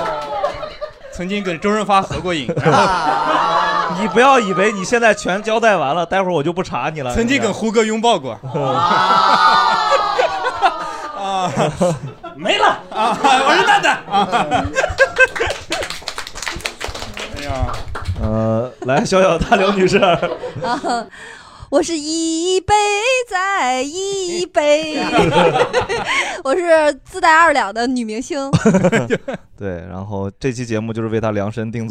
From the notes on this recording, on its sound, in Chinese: 本期我们的单口喜剧/脱口秀演员们和现场的观众朋友们一块聊了聊。录制刚一开始，场面就进入了白热化。